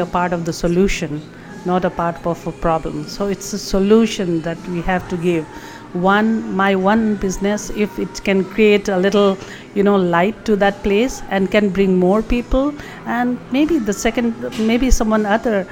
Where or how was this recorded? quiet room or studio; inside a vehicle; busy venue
busy venue